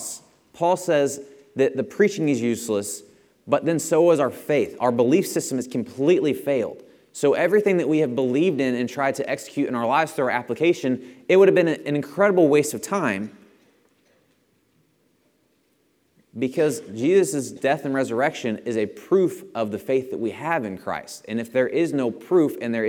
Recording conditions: large echoing room